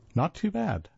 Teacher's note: with three equally stressed syllables, it gently forestalls further inquiry